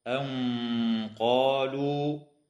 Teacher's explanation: إخفاء حقيقي للنون الساكنة عند القاف مع الغنة مفخمة